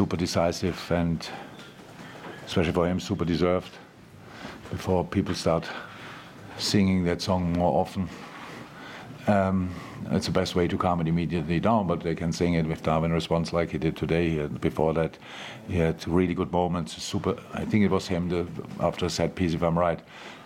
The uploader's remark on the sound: LFC Press Conference. Speaks to the media after Liverpool beat Nottingham Forest 0-1 in the 99th minute in the Premier League!